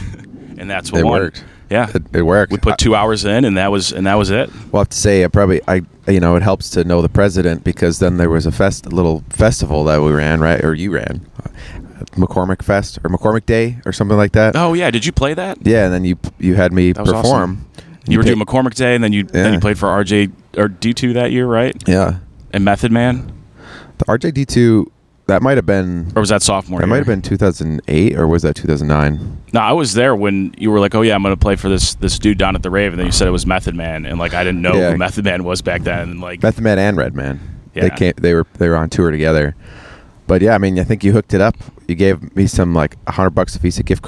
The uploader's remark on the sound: Recorded on my deck.